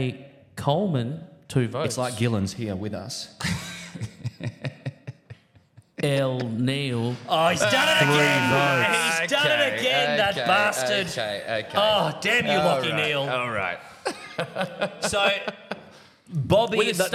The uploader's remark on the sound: We broadcast LIVE from the baysie bowls club, heartland of the SRHL. In front of HORDES OF RAVENOUS FANS.